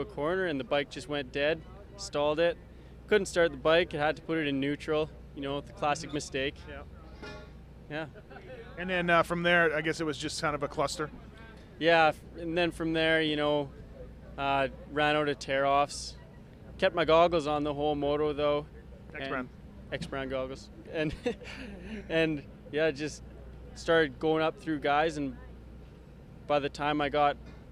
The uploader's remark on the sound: Post-race interviews from the motherland